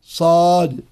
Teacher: والصاد حرف قوي لأنه حرف مطبق مستعل فيه صفير وهو مهموس، فيجب على القارئ أن يلفظ بها أي الصاد مفخمة كما